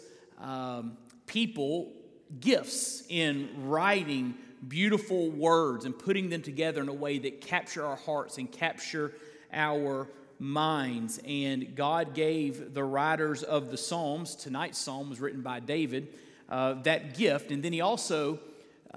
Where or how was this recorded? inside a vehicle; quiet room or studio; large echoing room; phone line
large echoing room